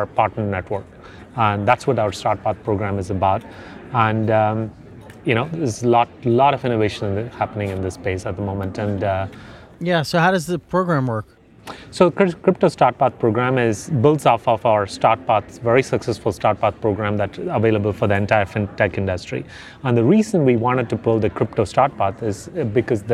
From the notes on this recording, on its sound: recorded at the Bitcoin 2022 conference in Miami